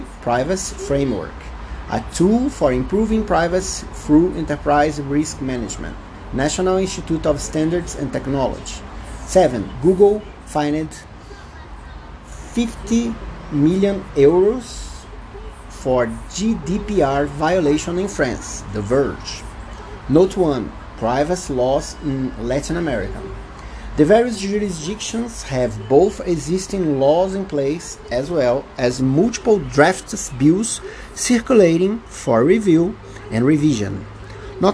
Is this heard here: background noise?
yes